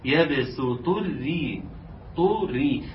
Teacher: الطاء مفخمة عاوزين نسمعها طو، والراء مرققة عاوزين نسمعها ري، ري على وزن ريح ورجال، لا مرققة.